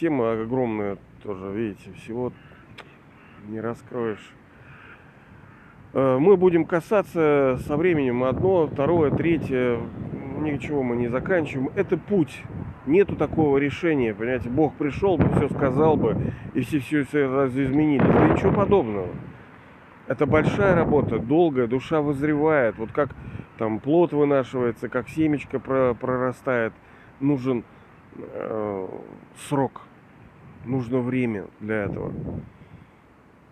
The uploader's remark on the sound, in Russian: Извиняюсь за качество записи, ветренновато бывало.